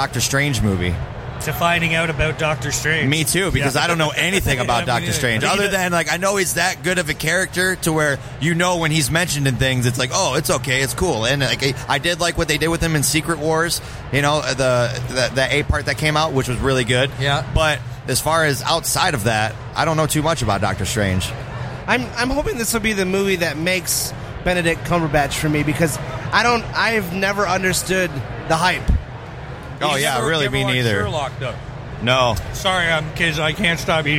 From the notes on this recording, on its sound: Live From Motor City Comic Con